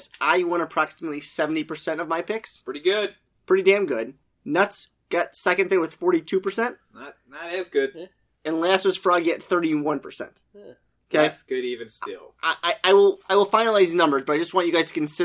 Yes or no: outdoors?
no